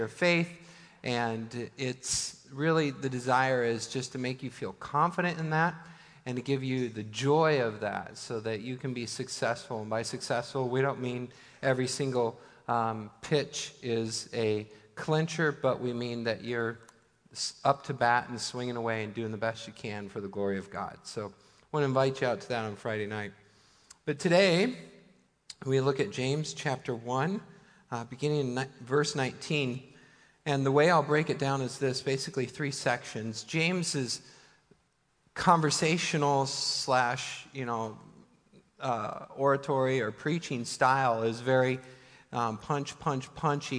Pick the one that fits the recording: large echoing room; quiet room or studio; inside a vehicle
large echoing room